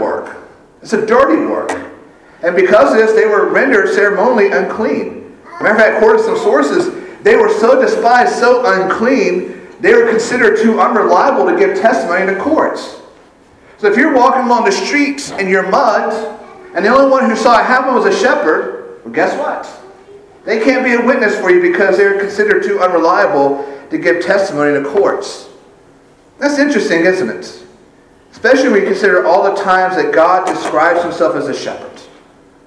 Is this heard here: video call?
no